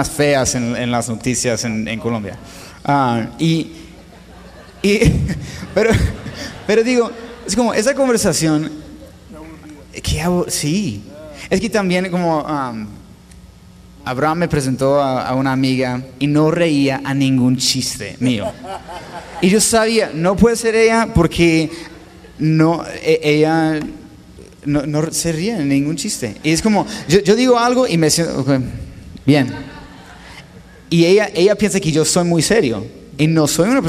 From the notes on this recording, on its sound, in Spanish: La cual grabamos en vivo durante la Conferencia de Un Corazón 2018 en Ciudad Juárez. Con la audiencia presente en el auditorio se generó una atmósfera totalmente distinta para la conversación.